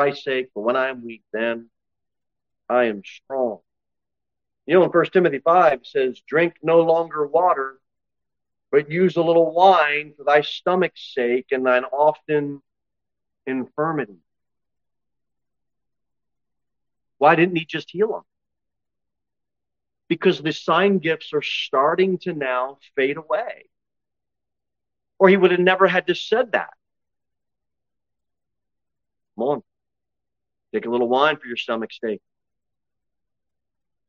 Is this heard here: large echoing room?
yes